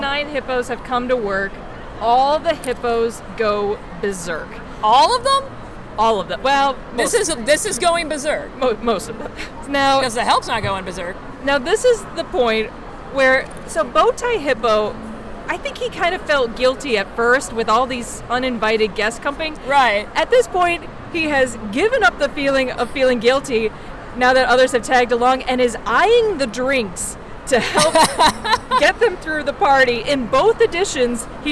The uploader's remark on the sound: What would it sound like with more background noise? At the most recent American Library Association Annual Conference in beautiful downtown Chicago, Illinois we bring to you the first LIVE recording.